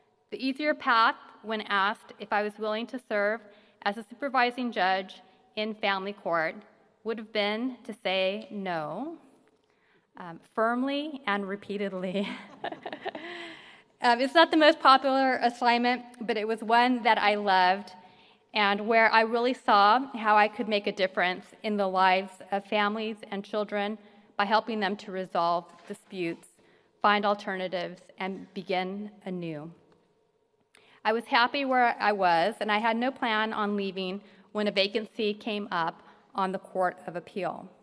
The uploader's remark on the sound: gives the keynote address at the 55th annual commencement ceremony of the UC Davis King Hall School of Law